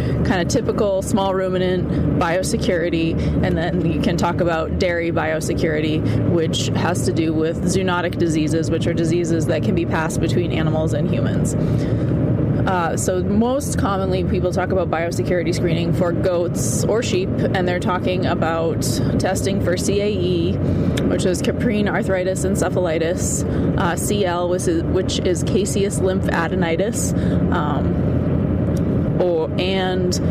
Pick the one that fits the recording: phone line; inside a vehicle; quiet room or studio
inside a vehicle